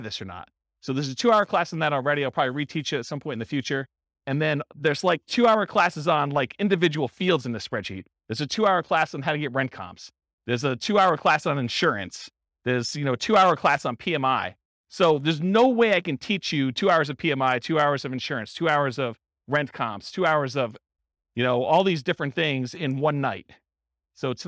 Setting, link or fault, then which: setting, live audience